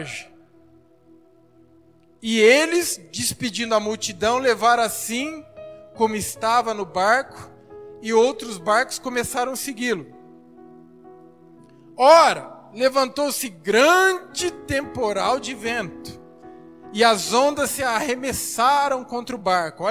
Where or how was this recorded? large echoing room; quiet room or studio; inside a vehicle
large echoing room